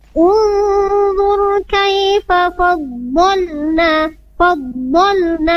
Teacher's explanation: saat lam sukun di sana cukup satu ketukan saja. Fadhal bol na, tidak bisa fadhal, tidak bisa di dua harokat.